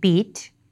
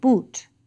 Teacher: the E and U vowels may be pronounced with a more clipped quality than we find in other American English dialects · Term: monophthongs